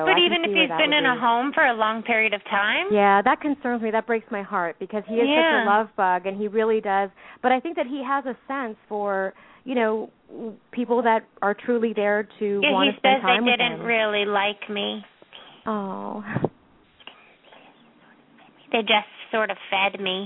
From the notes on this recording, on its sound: Open up the lines for listeners to call.